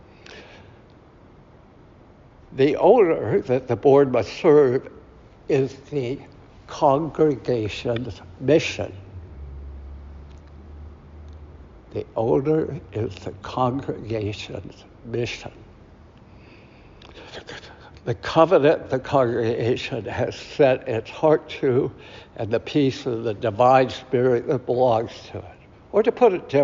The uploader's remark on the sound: Recorded at Auckland Unitarian Church 7th May 2023.